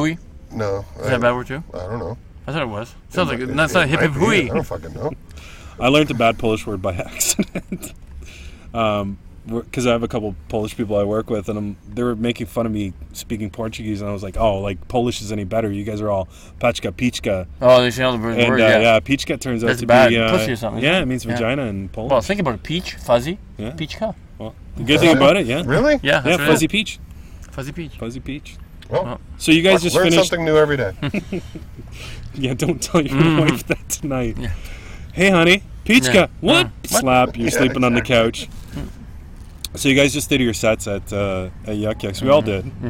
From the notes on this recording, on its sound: sits down in the car studio